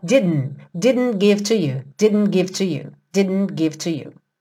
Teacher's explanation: O didn't, que também poderia ser didn't, muitas vezes o britânico faz didn't, didn't, didn't, não solta a língua do céu da boca entre o D e o N. Então, ao invés de você fazer didn't, fica didn't.